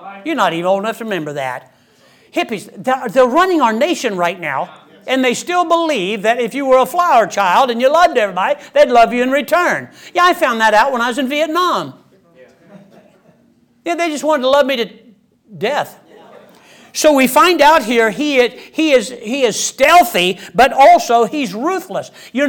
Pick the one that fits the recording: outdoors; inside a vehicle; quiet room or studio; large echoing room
large echoing room